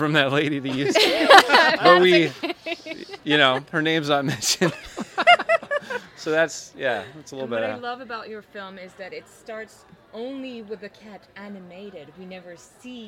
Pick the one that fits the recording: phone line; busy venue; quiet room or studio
busy venue